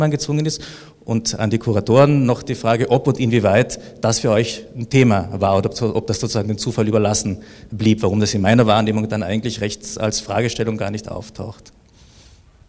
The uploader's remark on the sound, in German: Podiumsdiskussion im Postcolonial Flagshipstore